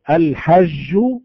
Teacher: لذلك لو قال القارئ الحج، نعرف أن هذا الصوت صوت غير صحيح. جيم لكنها مهموسة وهي أقرب إلى الشين من الجيم